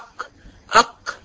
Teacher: أق دي تحسيها كاف مفخمة مش قاف فصيحة